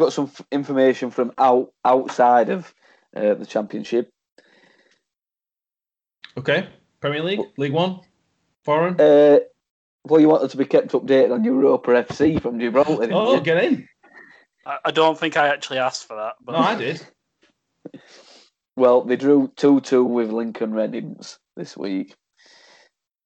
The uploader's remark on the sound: We are back recording remotely so apologies for any sound issues.